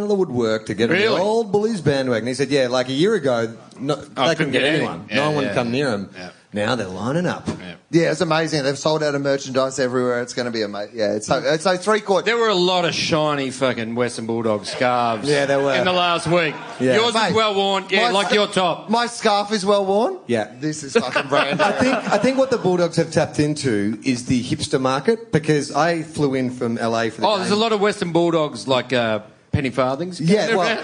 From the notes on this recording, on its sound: Post Grand Final 2016 - Live. Live on stage.